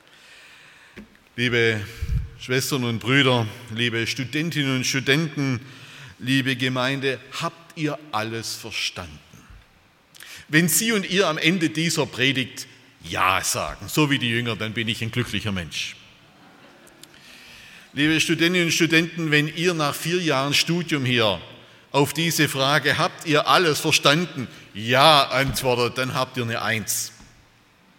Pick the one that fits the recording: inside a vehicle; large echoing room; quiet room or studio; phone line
large echoing room